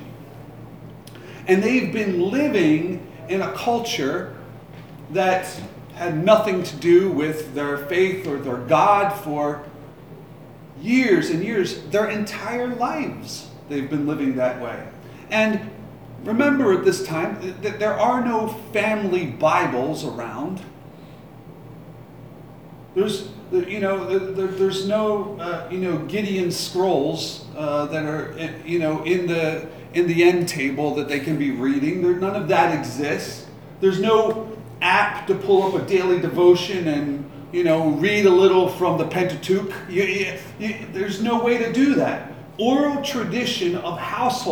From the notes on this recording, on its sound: Live from Black Cloister Brewing Company.